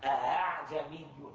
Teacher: سهلت الهمزة بين الهمزة أ وبين الفتحة وبين الألف · Term: تسهيل بين بين